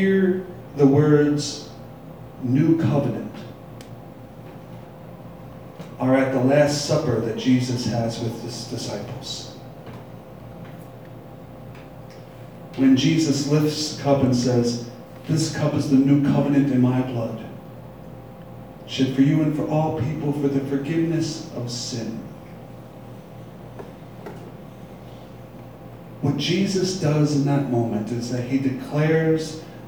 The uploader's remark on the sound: Live from Black Cloister Brewing Company.